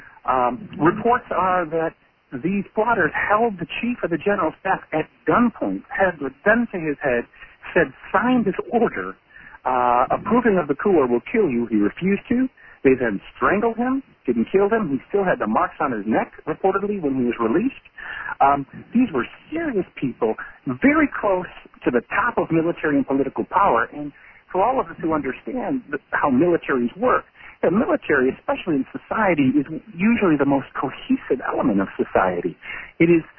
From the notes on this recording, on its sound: Joined in on a Members Conference Call.